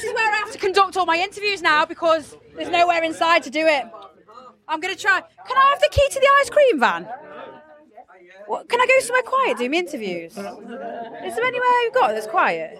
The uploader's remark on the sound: I travelled all the way to The Victoria Bikers Pub for Sav Fest. After a logistic nightmare we had to take refuge in the doorway of the venue which was the quietest place I could find to interview especially as it was torrential rain outside!